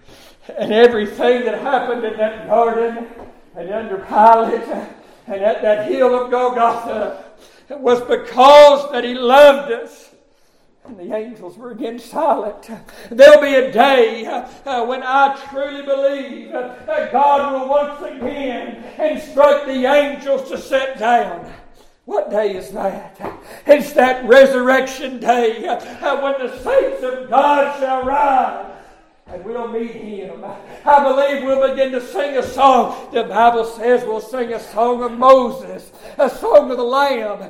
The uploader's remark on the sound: Preached at Summer Shade Missionary Baptist Church Sunrise Service